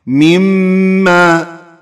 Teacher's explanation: المثال الثاني، مما خلق، مما أصلها من ما، جاء حرف الميم فأدغمت النون الساكنة فيه صارت مما، لاحظ الغنة مما، هذا الميم.